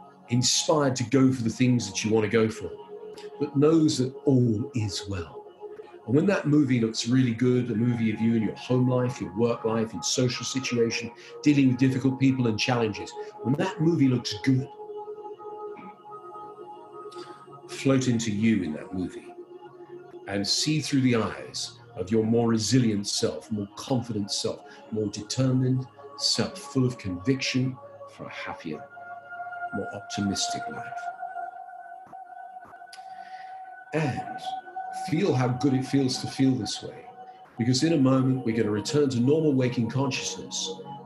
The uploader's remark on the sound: We listen back to the audio from our incredible live event. Please note this episode was recorded via Zoom due to COVID19, so we apologise for any sound issues.